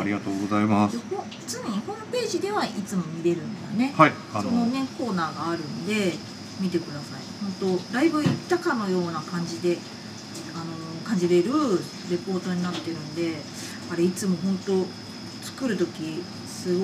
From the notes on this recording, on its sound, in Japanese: のお店「新橋裏めし屋」にて収録しました！仕込み音や、、、色々バックの音もお楽しみくださいませ！